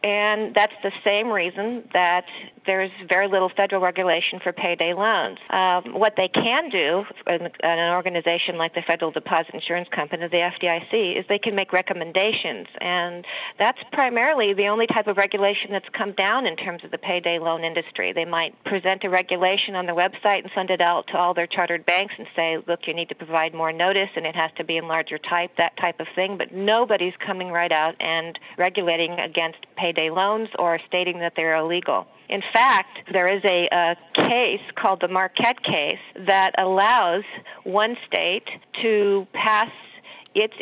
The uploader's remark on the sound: An in-depth telephone interview